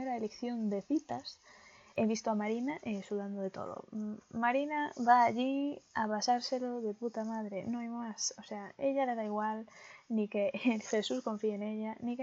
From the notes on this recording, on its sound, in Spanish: Disculpen si se oye ruido de fondo, era mi primerito día, no volverá pasar.